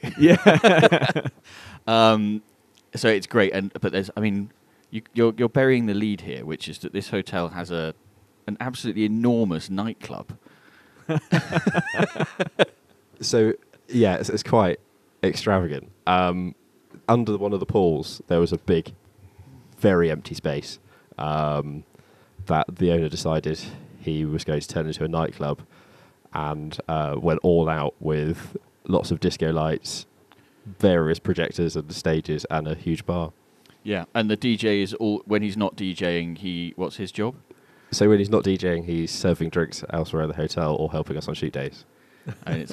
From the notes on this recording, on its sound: A "work trip" to the Atlas Mountains. We bring you a podcast they recorded on the balcony of a 5* hotel in the burning North African sun.